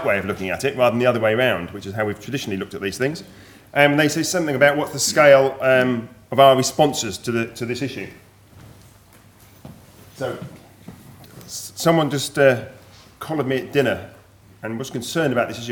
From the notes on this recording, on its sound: Keynote address from session 10 of the 4 Degrees international climate conference